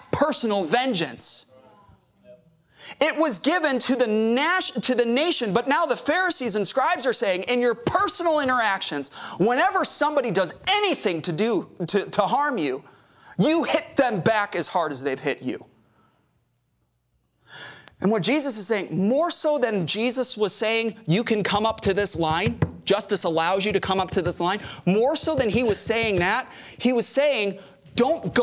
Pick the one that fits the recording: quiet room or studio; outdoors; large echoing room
large echoing room